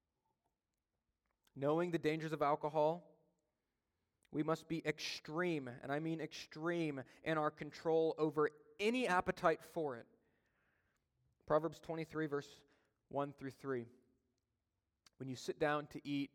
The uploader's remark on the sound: during a Sunday Evening Service